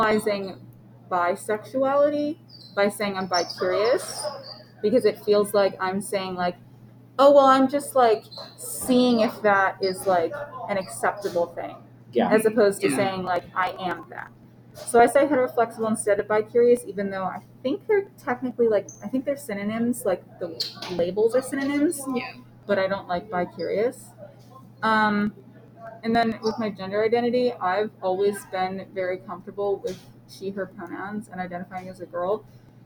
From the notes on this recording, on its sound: we were at school so there's quite a bit of background noise